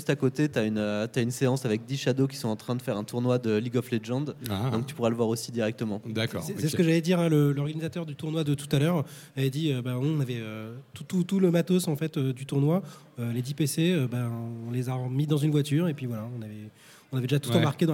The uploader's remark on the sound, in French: Table ronde Les nouvelles expériences du jeu vidéo, enregistrée lors de la première édition du festival Geek & Game à Paris.